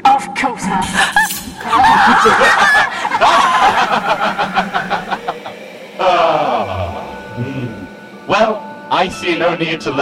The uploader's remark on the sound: A live holiday special recorded at London Podcast Festival Presents Audio Drama!